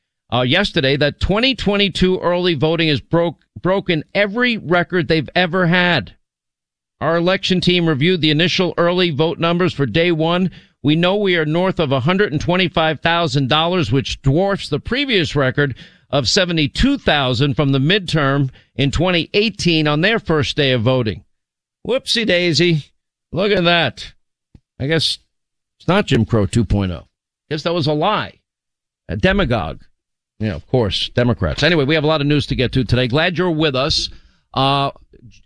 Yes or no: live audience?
no